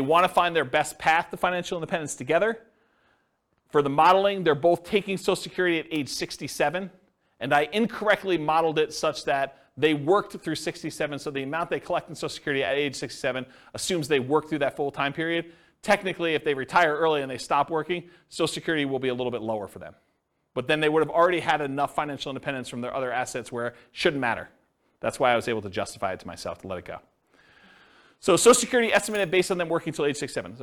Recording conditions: live audience